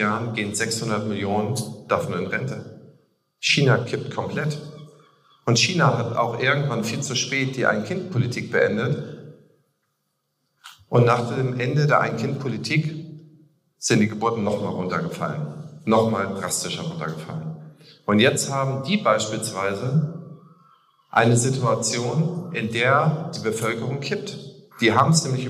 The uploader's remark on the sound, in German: Außerdem hört ihr meine Keynote von der Opti Summer School 2023.